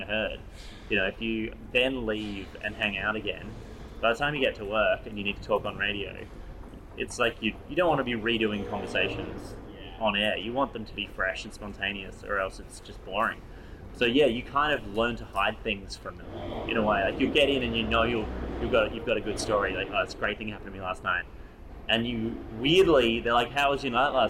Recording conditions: sounds in the background